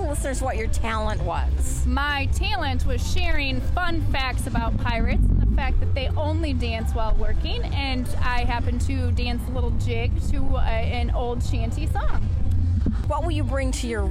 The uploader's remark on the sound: We are at the Boyne City Pirate Festival